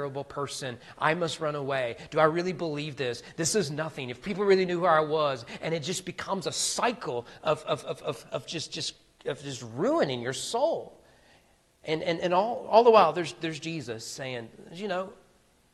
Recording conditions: large echoing room